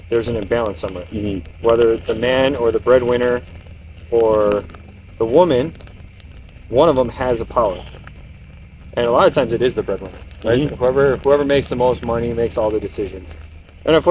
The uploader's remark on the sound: This Podcast was recorded outside with some bourbon by the bonfire. This is about as uncut and raw as is it gets.